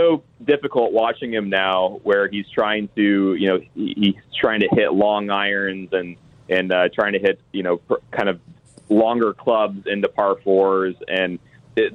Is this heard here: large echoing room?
no